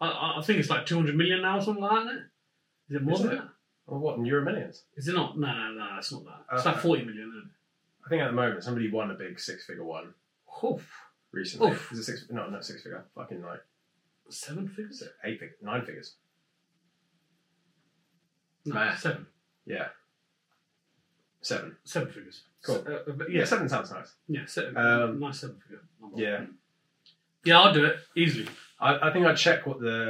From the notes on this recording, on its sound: Mics weren't working despite being plugged in...